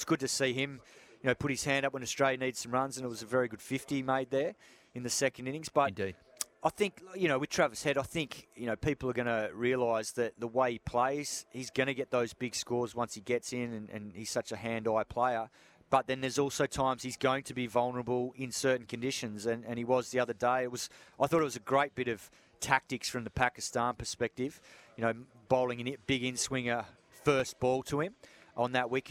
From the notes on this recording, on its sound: joins the boys live from the SCG